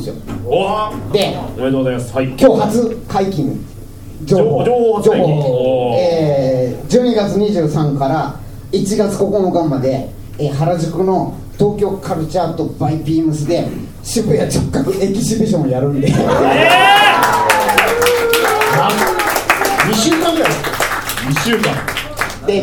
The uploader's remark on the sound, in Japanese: 渋谷アシパンで行われたブートレグサイエンス外伝での公開収録バージョンでお届けします。